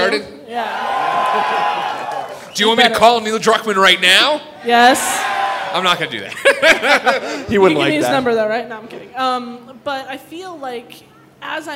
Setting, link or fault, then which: setting, live audience